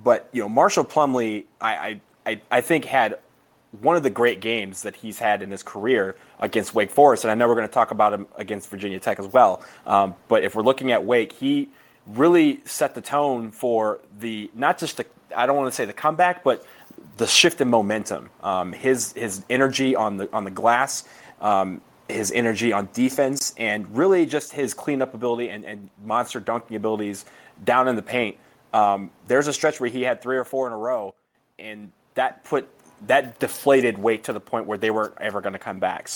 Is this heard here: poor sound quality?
no